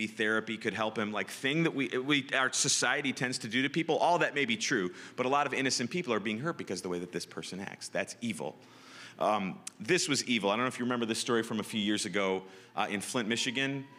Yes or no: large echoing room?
yes